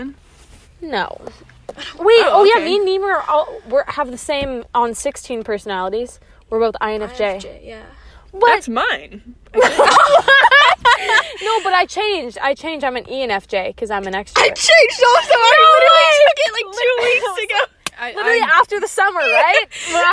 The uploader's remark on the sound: After a celebratory dinner we sit in the car.